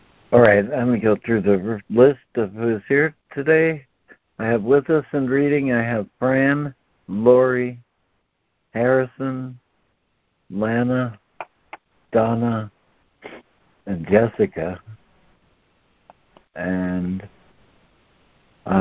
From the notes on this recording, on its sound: ACIM Daily Conference Call.